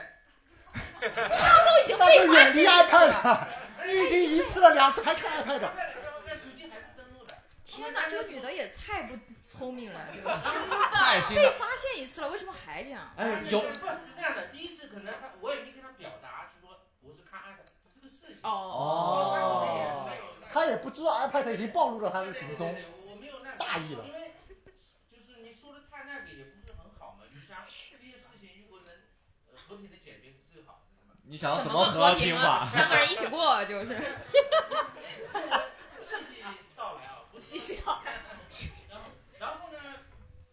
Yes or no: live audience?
yes